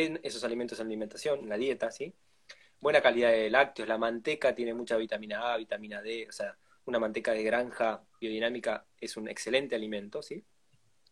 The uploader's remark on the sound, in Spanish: Audio de la charla en VIVO por Instagram